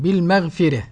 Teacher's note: والعذاب بالمغفرة، بالمغفرة قرأ ورش بترقيق الراء